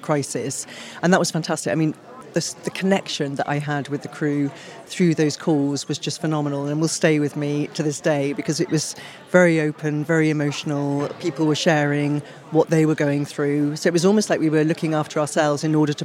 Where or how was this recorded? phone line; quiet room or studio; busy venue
busy venue